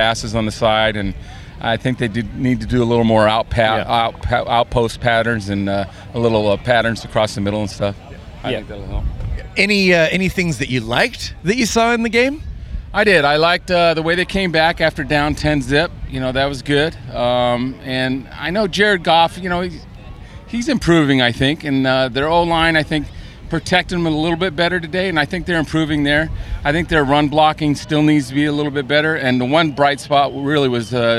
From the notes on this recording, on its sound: The guys are at the Coliseum recording from the South Lawn.